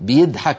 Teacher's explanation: بيضحك بالدال الخالصة، هذه أصلها من ضحك يضحك بالضاد